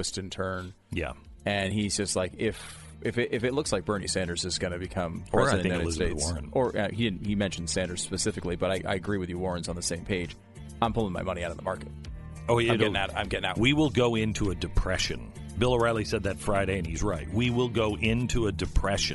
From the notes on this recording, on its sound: Reports live from the Virginia Capitol as thousands peacefully lobby for their gun rights.